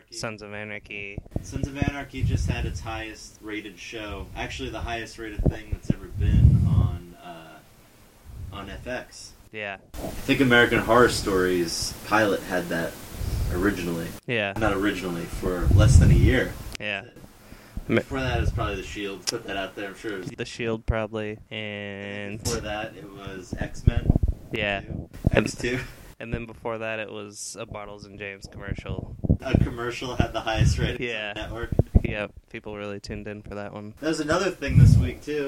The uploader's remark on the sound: This is a test episode and there is only one microphone for the two hosts.